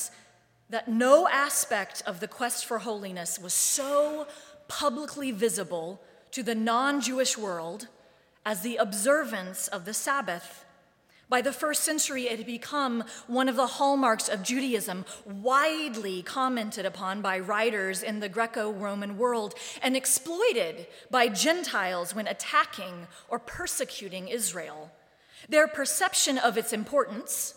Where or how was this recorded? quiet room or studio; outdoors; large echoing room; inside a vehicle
large echoing room